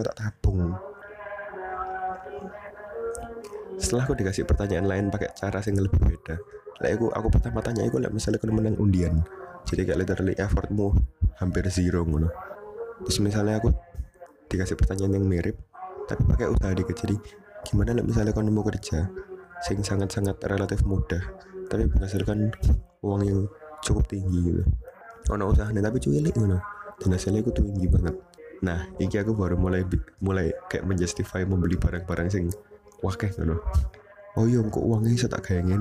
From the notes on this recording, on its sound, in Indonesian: maap audio jelek.